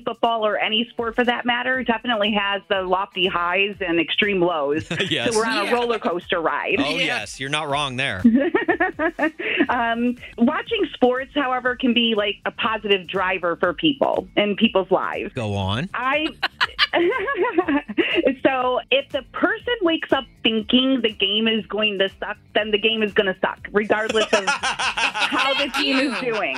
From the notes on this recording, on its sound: called